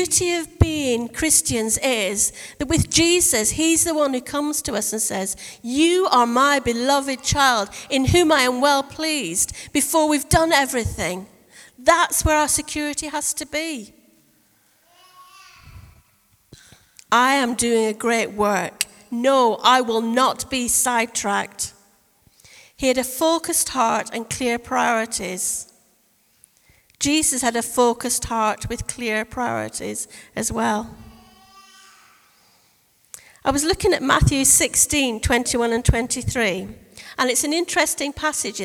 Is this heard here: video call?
no